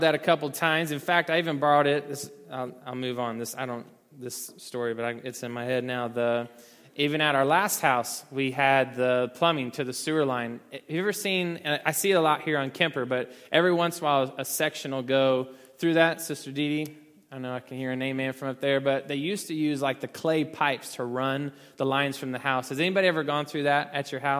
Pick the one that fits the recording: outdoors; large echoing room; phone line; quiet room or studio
large echoing room